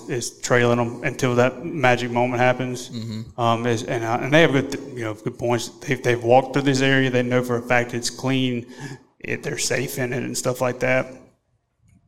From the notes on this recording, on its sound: Scouting for Turkeys, Henned Up Gobblers, & Live Q&A - LIVE from Nashville. Recorded LIVE in Nashville.